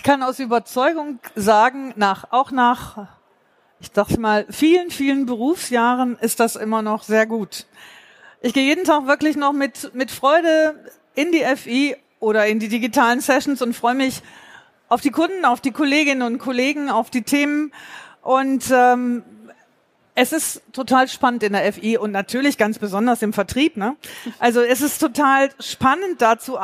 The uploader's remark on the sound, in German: Live vor Ort vom FI-Forum in Frankfurt